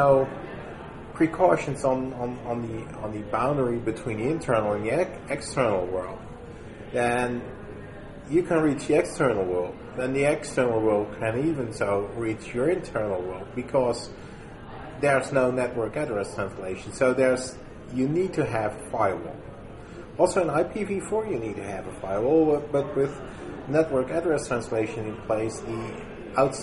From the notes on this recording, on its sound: at LISA 2010, the Large Installation Systems Administration conference in San Jose, CA